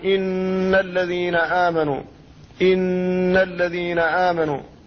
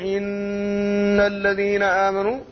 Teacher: فإنها إذا كانت النون مشددة أو الميم مشددة تكون بمقدار حركتين، أي الغنة تكون بمقدار حركتين · Shown in: first take